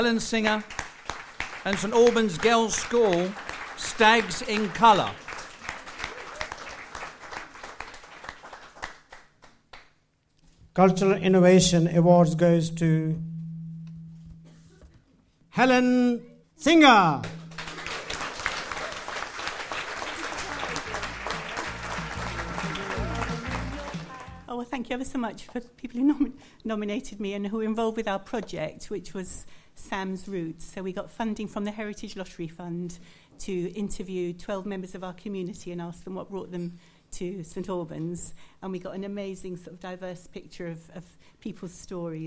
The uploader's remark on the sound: Listen to the highlights of the 2018 St Albans Mayor's Pride Awards, featuring all the shortlisted finalists and category winners, recorded at St Michael's Manor on March 27th 2018.